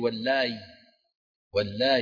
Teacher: يعني ألف بعدها ياء ساكنة، حيتولد إيش؟ مد لازم. واللاي لازم كلمي مخفف. · Term: مد لازم كلمي مخفف